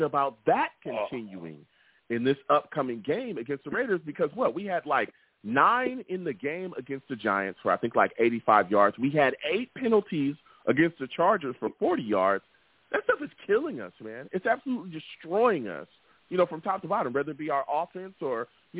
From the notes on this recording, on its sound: I take live callers!